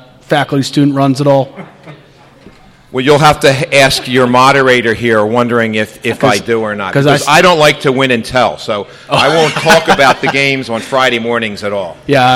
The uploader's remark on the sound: We took to the road to Magerks in Fort Washington, for the La Salle Basketball Tip Off Show.